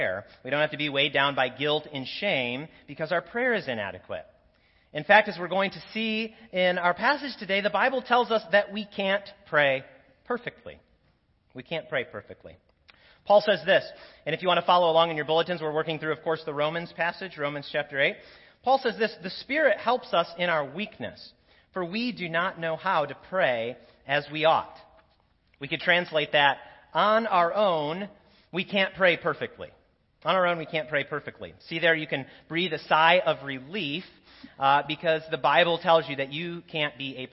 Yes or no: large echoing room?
yes